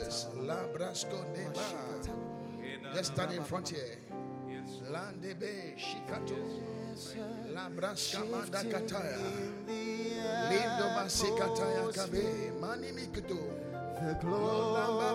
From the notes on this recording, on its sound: Preached at the Qodesh